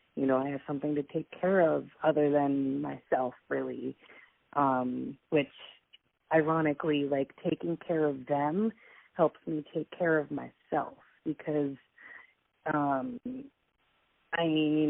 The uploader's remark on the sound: We recorded this episode via a phone call so i apologize for the sub par audio quality.